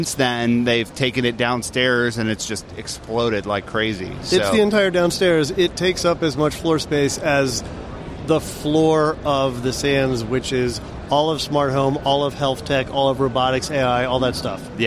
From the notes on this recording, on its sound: Talk live from the show floor at CES 2020.